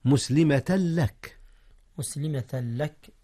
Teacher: جاء الإدغام هنا يا أستاذنا، ولكنه بغير غنة، أدغم التنوين في اللام، واللام ليس من أحرف الغنة.